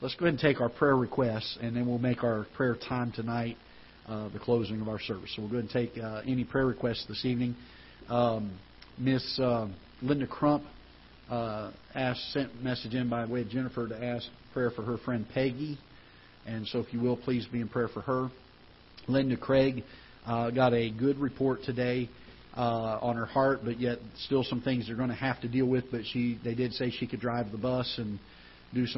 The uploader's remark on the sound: Ketha Heights Baptist Church ~ Live Broadcast